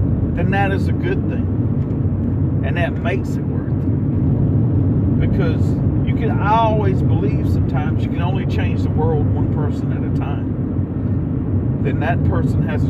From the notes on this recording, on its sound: Sorry about the back ground noise